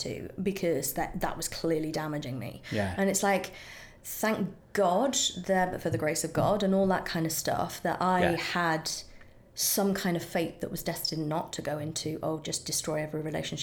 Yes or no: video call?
no